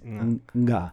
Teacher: the elegant Bidakuon way of saying ga is nga